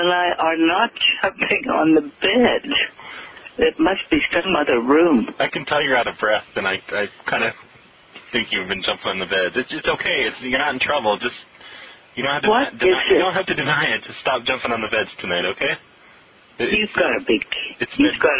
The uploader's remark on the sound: Prank Phone Calls